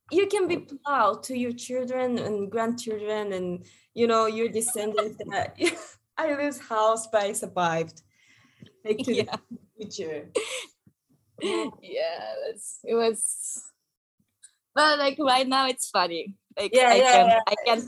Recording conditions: video call